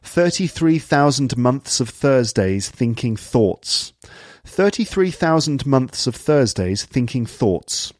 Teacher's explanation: TH sounds are pronounced fully, so th and the are pronounced fully and not as f or v.